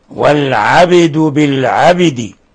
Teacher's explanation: والدال حينما وقفنا عليها من لفظ العبد أيضا قلقلت لأنها من حروف قطب جد.